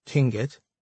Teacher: The silent L has no counterpart in English. The mouth is shaped for an L, but the vocal cords are not used. The sound is made by expelling air from both sides of the tongue.